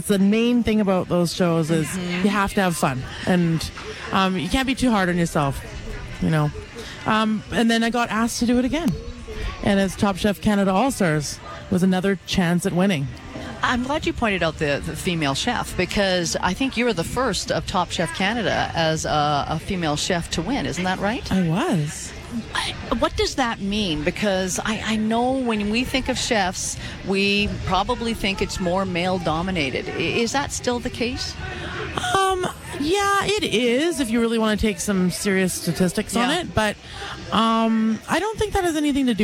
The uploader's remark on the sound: Live at the Calgary Stampede